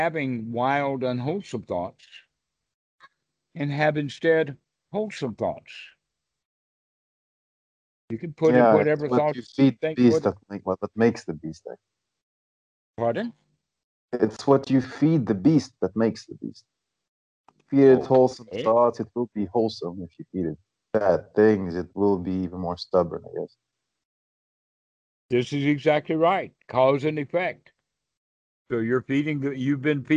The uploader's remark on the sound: skype calls on this channel